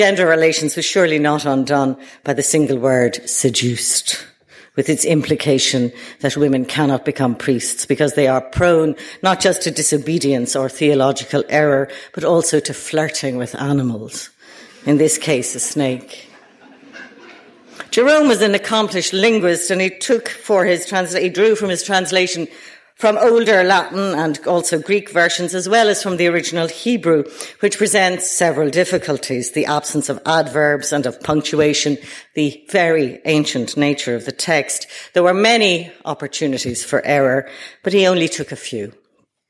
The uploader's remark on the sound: Delivered at the British Museum.